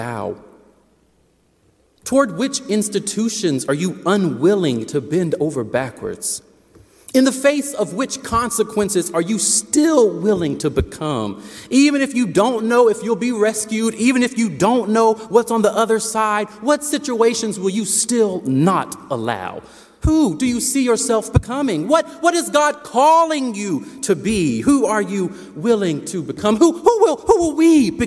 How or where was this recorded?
large echoing room